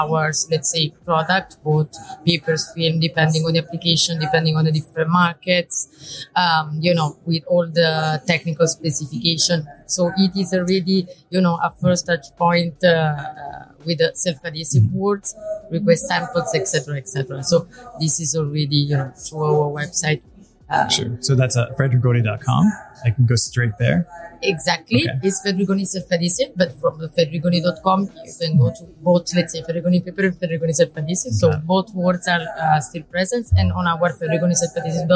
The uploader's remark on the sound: Live from Packaging Premiere Milan